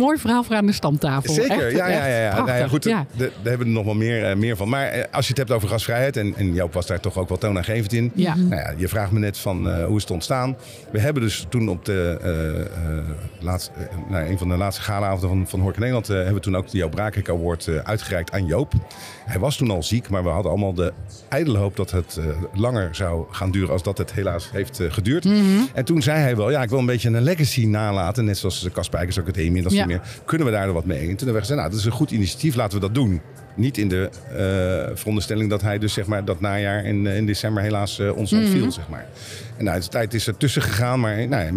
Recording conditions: busy venue